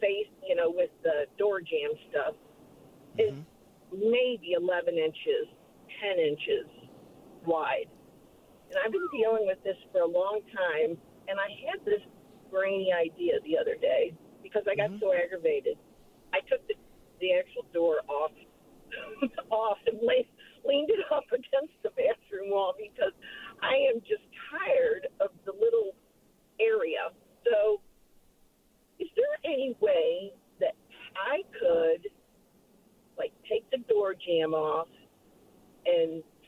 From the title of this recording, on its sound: More Phone Calls